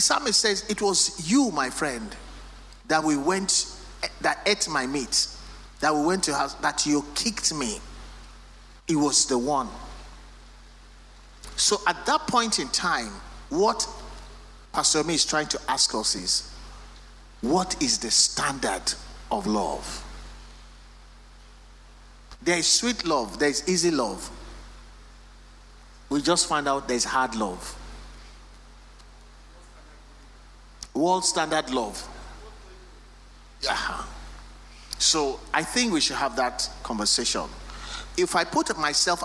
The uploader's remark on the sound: Recorded Live at our MidWeek Service